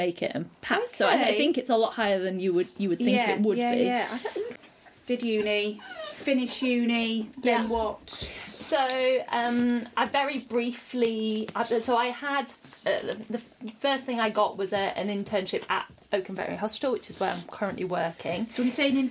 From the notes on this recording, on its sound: Apologies for the wining, growling and slobbery background noises you'll no doubt hear.